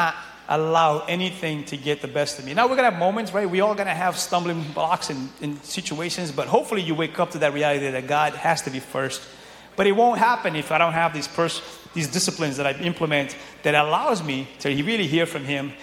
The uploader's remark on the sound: From Our NYE Praise Party!